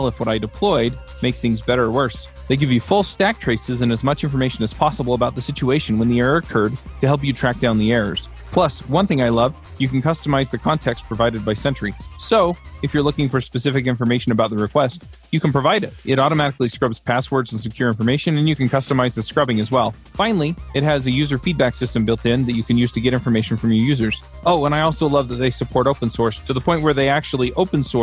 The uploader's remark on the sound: This episode of Adventures in Angular comes to you live from ng-conf 2019